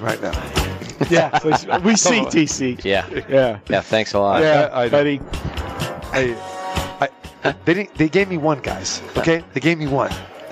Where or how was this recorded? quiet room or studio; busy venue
busy venue